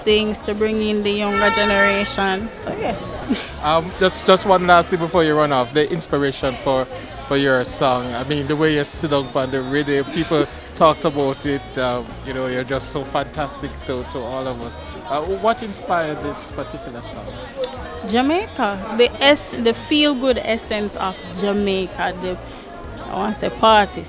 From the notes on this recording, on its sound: we’re back stage at the Finals of the Jamaica Festival Song Competition